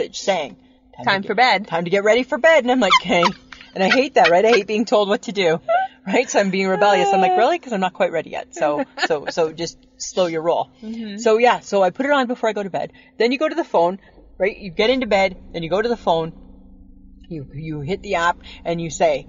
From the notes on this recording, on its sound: end up recording in a different Safeway parking lot